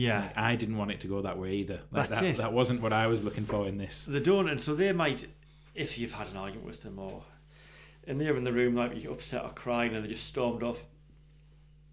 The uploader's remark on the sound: Apologies for the low hum feedback in this episode, I believe this was caused by my charging cable to the MacBook.